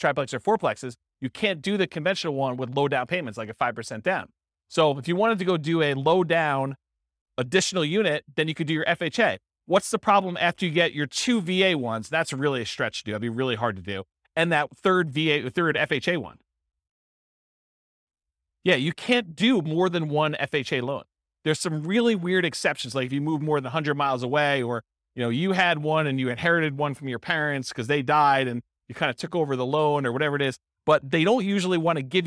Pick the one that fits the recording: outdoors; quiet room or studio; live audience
live audience